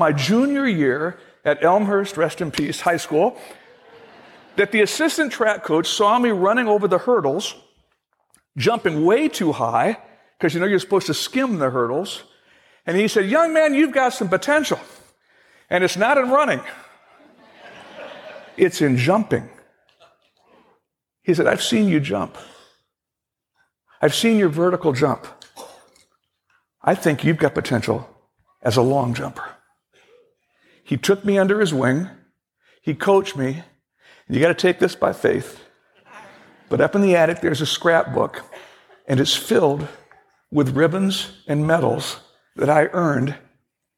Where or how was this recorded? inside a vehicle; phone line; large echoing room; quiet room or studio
large echoing room